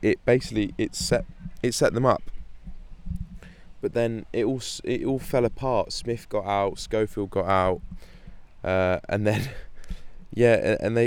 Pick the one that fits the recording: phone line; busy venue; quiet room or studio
busy venue